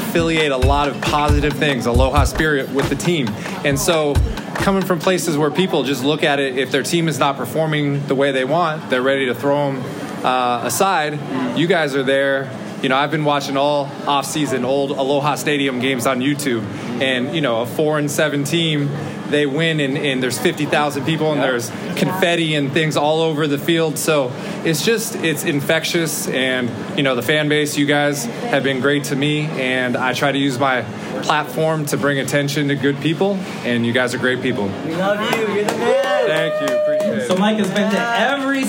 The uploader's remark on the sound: Rainbow Wrap-Up - UH/Vanderbilt Game Week Live Show. Are flanked by fellow Rainbow Warrior die-hards at Agave & Vine at Ala Moana for our second-ever live show.